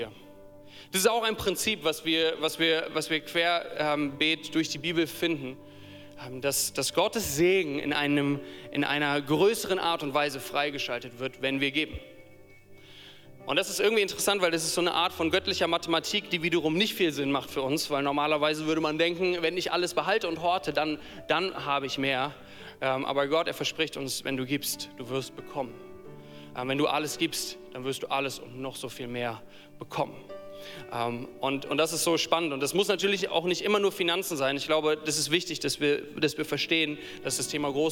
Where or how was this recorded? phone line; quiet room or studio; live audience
live audience